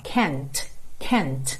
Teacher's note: esse T, ele tem aquele arzinho que sobra